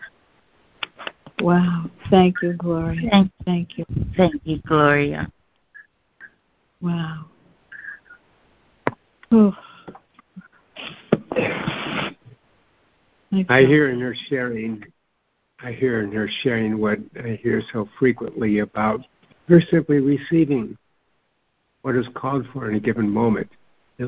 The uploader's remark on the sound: ACOL MAR 29, 2023 CONF CALL.